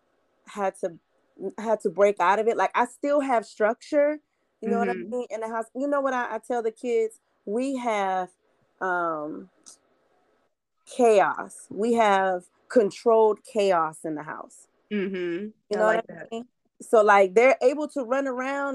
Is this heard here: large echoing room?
no